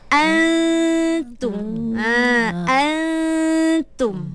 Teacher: kita kena sembunyikan bunyi huruf nun. Tidak boleh jelas bila sebutannya. · kekalkan dengung tu. Cuma kita buangkan nun tu. Kita tak nak ada sebutan jelas pada nun. · Term: ikhfa